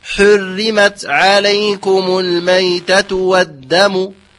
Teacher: حر بتشديد الراء وترقيقها